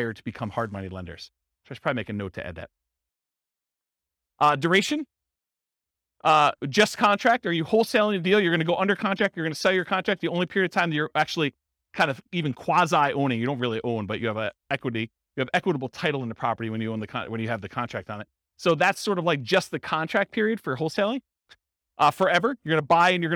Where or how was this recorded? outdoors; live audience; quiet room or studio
live audience